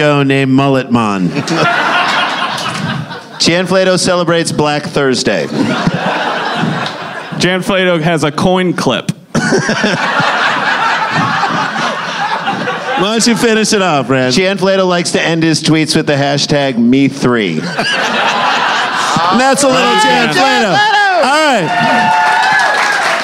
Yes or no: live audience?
yes